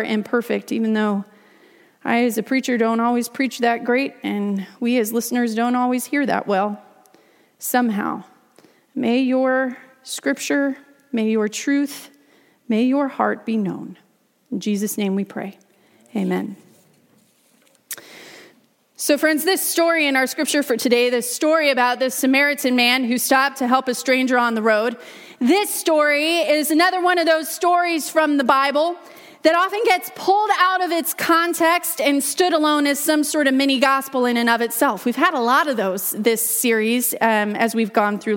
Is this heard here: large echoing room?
yes